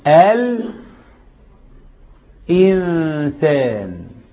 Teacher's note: القمرية اللام باينة والحرف اللي بعدها باين، زي القمر والنجوم، فكأن آل هنا قمر والحروف نجوم. · Term: لام قمري